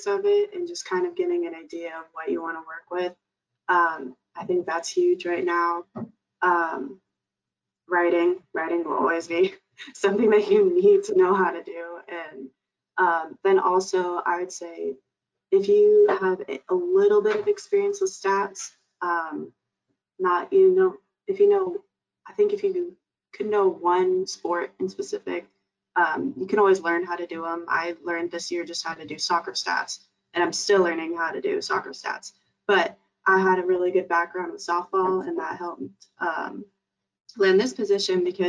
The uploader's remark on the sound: Capital One Webinar Audio